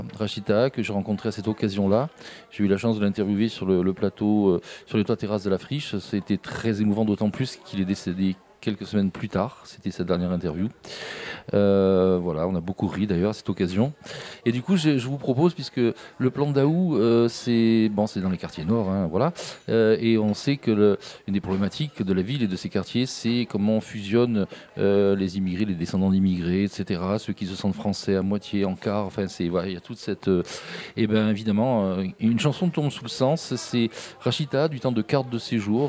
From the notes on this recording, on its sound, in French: Radio Grenouille au Festival Kouss Kouss 2022 - Le Monticole Culinaire. Le Grand Pastis délocalise son plateau et s'invite au Monticole culinaire, un tout nouveau « laboratoire » culinaire qui voit le jour au Plan d'Aou.